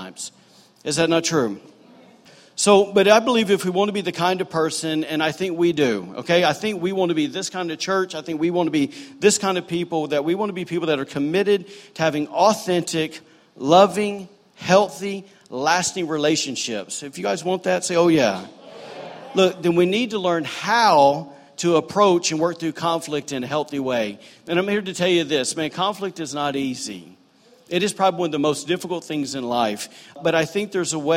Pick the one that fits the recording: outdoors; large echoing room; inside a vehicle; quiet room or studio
large echoing room